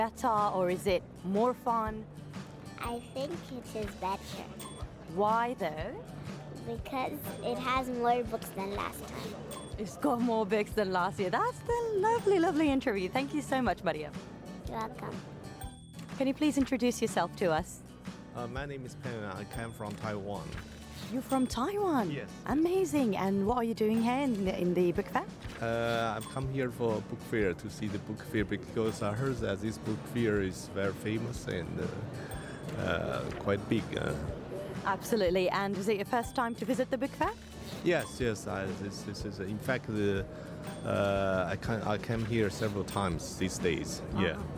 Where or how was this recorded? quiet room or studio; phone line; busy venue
busy venue